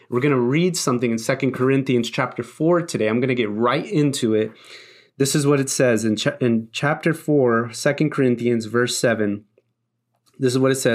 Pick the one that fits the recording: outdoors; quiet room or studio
quiet room or studio